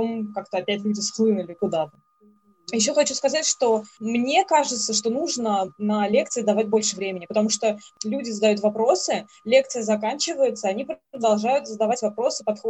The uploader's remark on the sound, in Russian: Приносим извинения за качество звука: записывались дистанционно